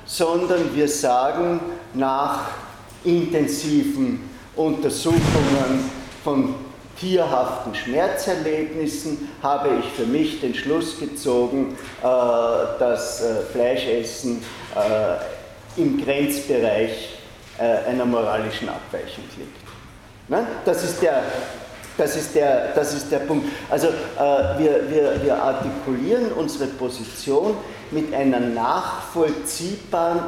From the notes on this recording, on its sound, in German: Diese Vorlesung wurde von Studierenden aufgenommen